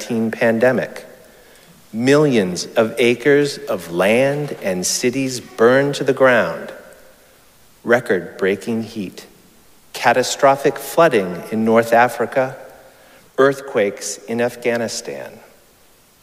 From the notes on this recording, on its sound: Recorded live at Arlington Street Church